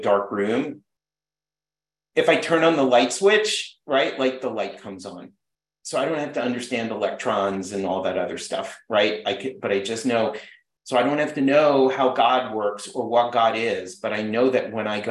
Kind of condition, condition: link, video call